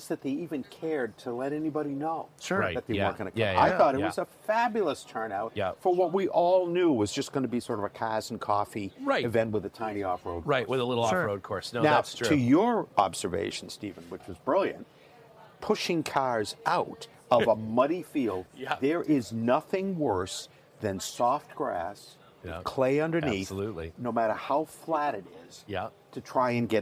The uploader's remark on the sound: Recorded live in the Underpowered Podcasting lounge at Destination Defender in the Hudson Vally of New York.